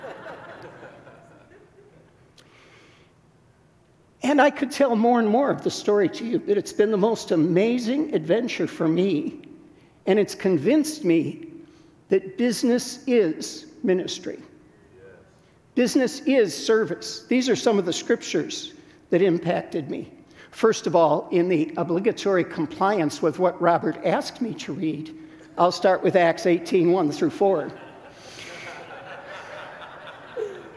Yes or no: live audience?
yes